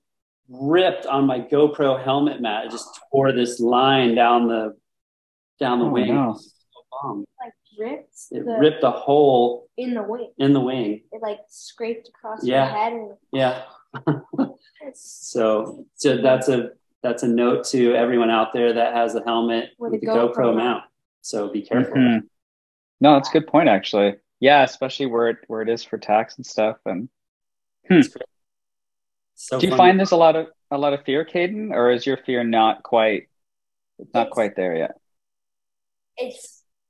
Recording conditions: video call